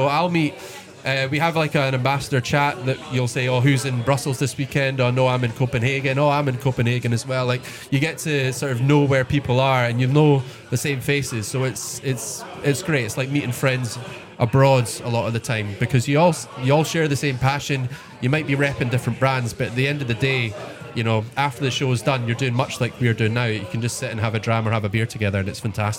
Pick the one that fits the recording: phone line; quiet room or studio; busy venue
busy venue